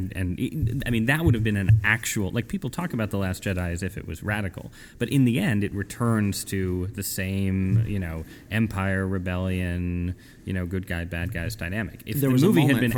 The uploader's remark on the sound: We hope you enjoy and aren't distracted by the ambient noise of the conference.